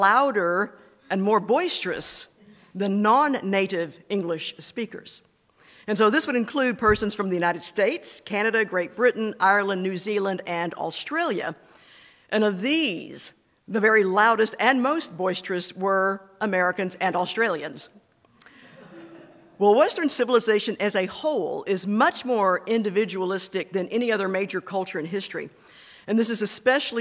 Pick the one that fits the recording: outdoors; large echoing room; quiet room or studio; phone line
large echoing room